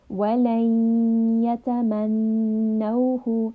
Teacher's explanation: We are merging this noon sound into the ya. · Term: idgham